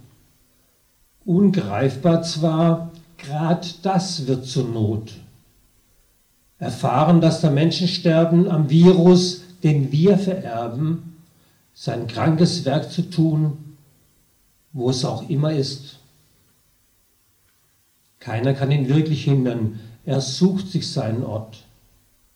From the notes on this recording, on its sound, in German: Mitschnitt aus dem Abend im KDW Neumünster.